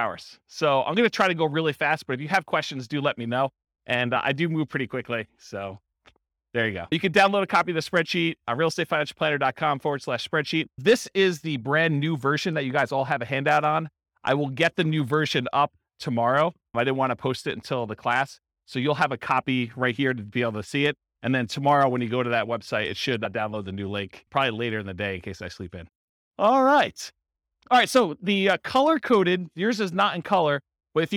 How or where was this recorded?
live audience